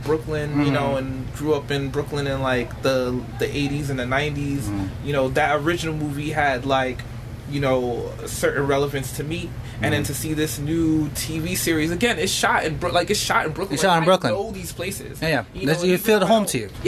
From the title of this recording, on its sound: Live in the restaurant